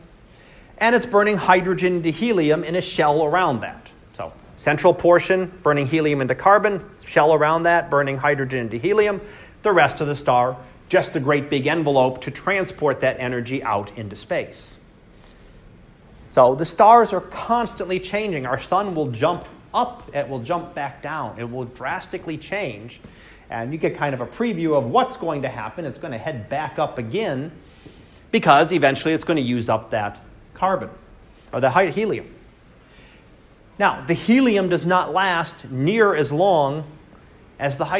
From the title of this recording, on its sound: Live Class Lecture